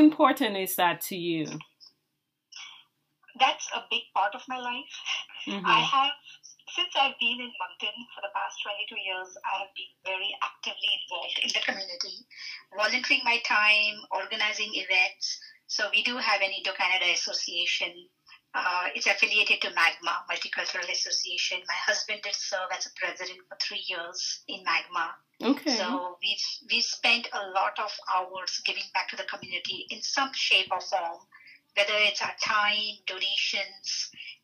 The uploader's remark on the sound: The audio on this one is rough